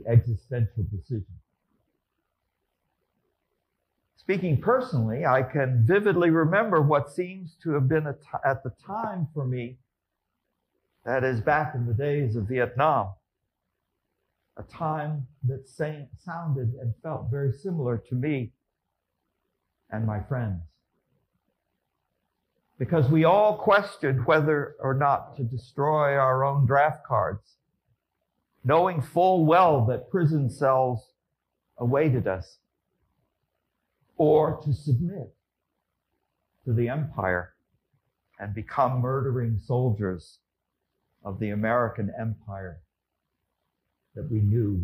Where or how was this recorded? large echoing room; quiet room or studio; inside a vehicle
large echoing room